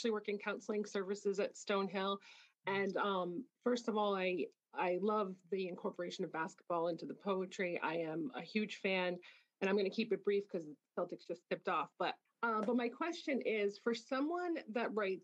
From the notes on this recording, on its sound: A question-and-answer and discussion session follows. Recorded live via Zoom.